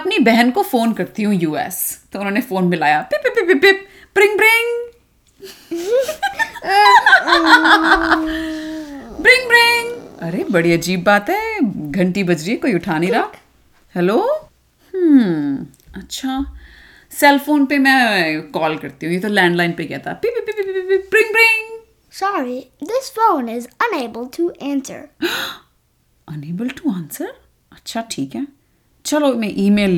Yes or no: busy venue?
no